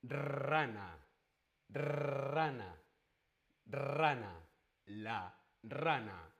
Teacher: La R múltiple funciona igual la lengua en los dientes y ahora no solo es una vibración, sino que es mucho más aire. La lengua vibra múltiples veces, muchas veces. más aire simplemente es aire.